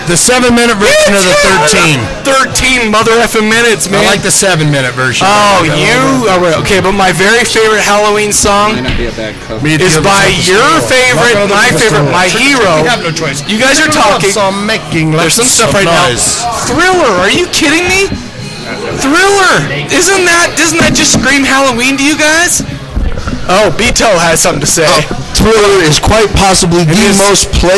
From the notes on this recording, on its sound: This year’s live Corpse Cast recording was recorded at 4 Monkeys in Salt Lake City. There are some audio issues on this episode… Some a-hole soundman didn’t do a great job setting it up…